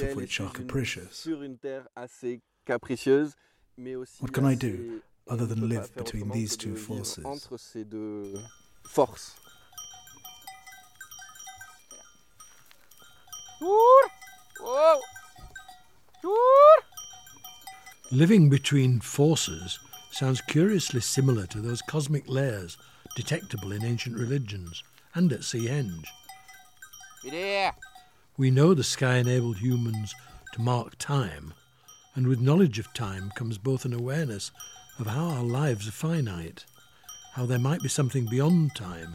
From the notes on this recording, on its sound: Takes us on an immersive tour of the cromlechs and tombs near his home in France. Suffused with birdsong and sounds from the landscapes of the Cévennes.